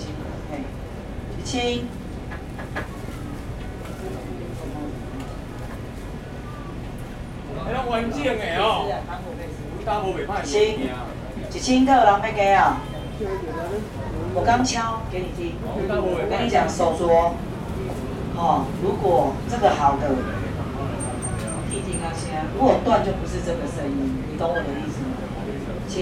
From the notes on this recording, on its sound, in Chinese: 台北市萬華區,一個充滿歷史的區域,尤其在龍山寺的周邊,有二手市場,有剝皮寮街區。這段錄音,是2019年我恰巧經過康定路上的新樂園拍賣場,現場的拍賣狀況,記得當時時間約在下午傍晚時刻。